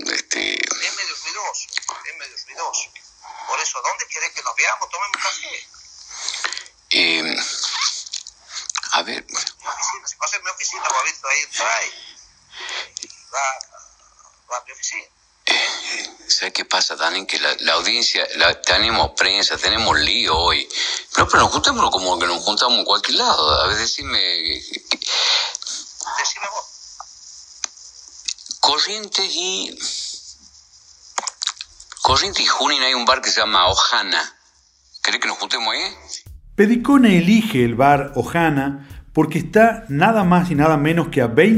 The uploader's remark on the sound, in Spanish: La llamada. Accedió en forma exclusiva a los audios de la supuesta conversación.